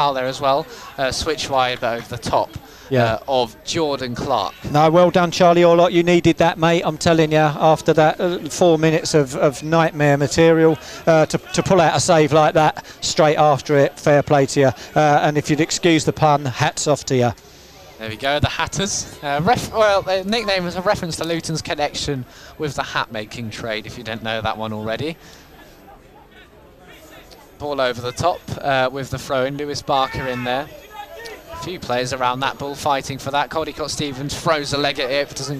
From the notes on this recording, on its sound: FULL COMMENTARY: Hitchin Town FC vs Luton Town. In front of over 1,000 spectators at Top Field.